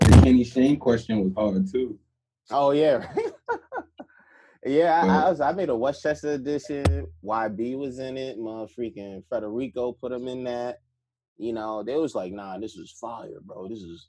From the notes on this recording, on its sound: Once again through Zoom.